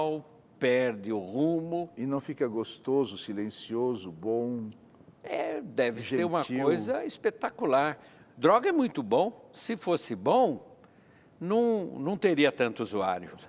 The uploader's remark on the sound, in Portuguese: para um grande público